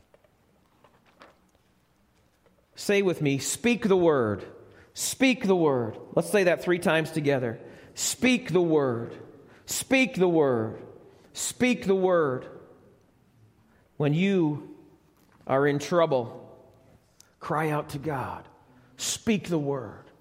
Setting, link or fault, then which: setting, live audience